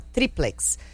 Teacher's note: a palavra é uma paroxítona, a sílaba tônica é a penúltima